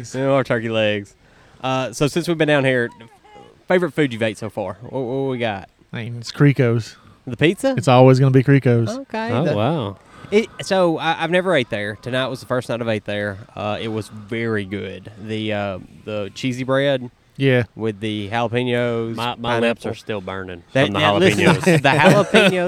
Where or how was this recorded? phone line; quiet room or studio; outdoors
outdoors